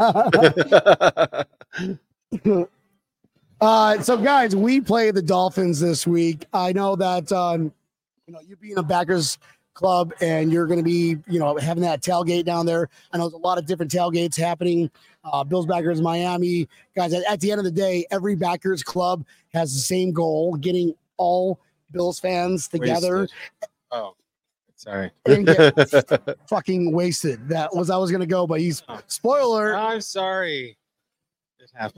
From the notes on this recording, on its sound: live from 3 Sons Brewing Co